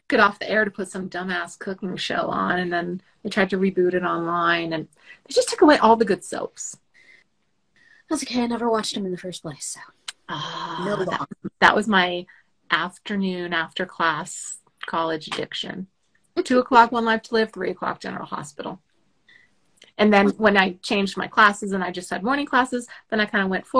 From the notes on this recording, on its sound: recording our first Instagram LIVE